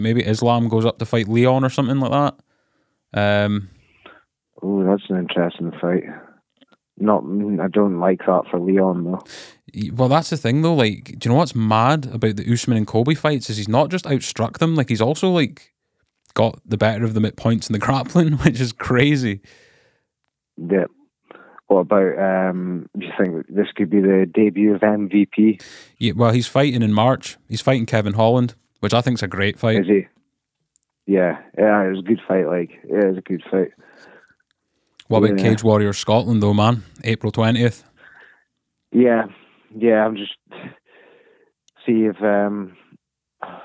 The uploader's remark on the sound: Jumped on the phone to do a episode during the absolute rush that is the festive period. Rodecaster troubles.